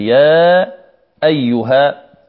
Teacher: هنا مد، يا أيها الذين آمنوا. اكتبوا هذا المثال: يا أيها، إذن يا فيها مد طبيعي ثم بعدها همزة · Term: المد المنفصل